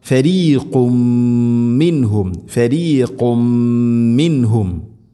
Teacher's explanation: ഫരീഖം, ഫരീഖും മിൻഹും, നബദഹു ഫരീഖുൻ, ഖുൻ തൻവീൻ, ശേഷം മീം, തൻവീനിനെ മീമിലേക്ക് ഇദ്ഗാം ചെയ്യണം, മണിച്ചുകൊണ്ട് ഉച്ചരിക്കണം